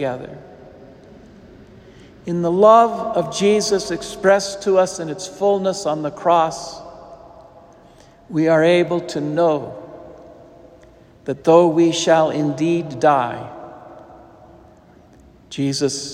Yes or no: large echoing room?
yes